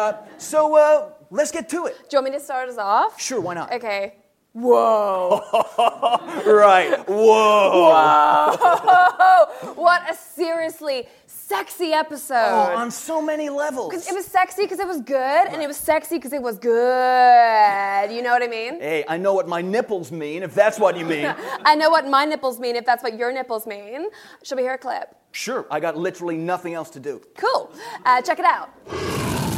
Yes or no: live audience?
yes